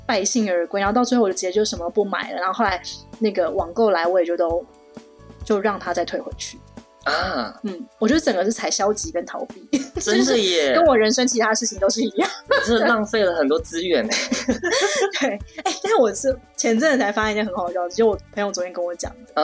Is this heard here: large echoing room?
no